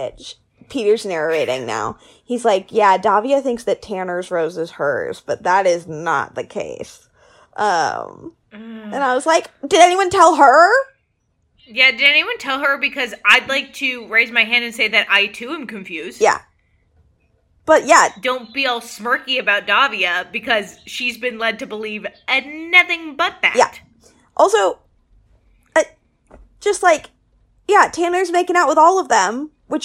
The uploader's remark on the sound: sorry for the weird echo-y noise this week, both of our mics were picking up a little of the other person